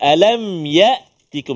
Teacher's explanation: Mesti kena hamzah. Hamzah di mana? Pangkal rongga kerongkongan.